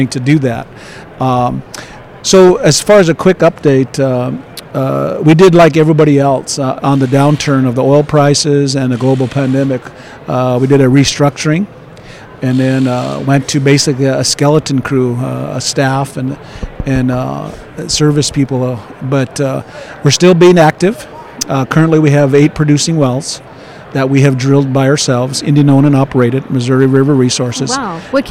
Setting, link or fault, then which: setting, busy venue